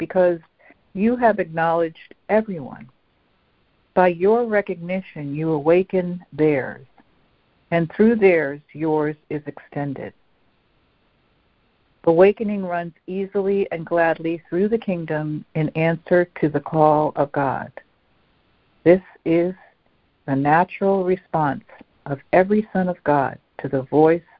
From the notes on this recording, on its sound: ACIM Daily Conference Call